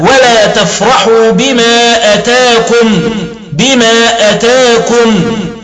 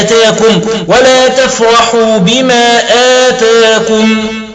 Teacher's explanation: بقصر همزة آتاكم أو حذف الألف بعد الهمزة · Shown in: first take · أي يقرأها ولا تفرحوا بما أتاكم بما أتاكم.